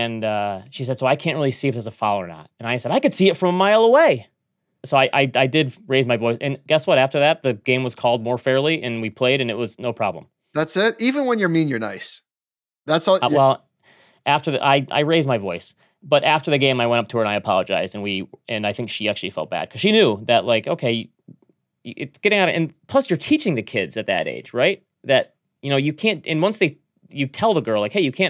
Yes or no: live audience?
no